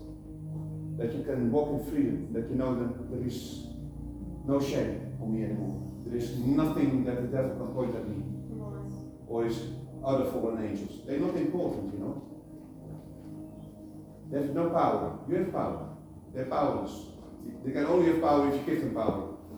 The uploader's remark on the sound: Apologies for the poor quality recording